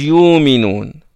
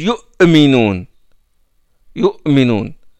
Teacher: Les Quraysh ne prononcent pas la Hamza. · Shown in: first take